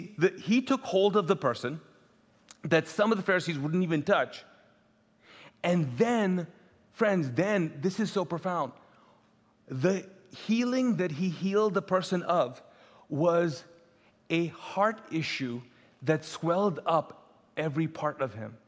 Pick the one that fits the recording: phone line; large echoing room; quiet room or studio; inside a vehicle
large echoing room